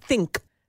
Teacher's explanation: where you hear a really loud ejective at the end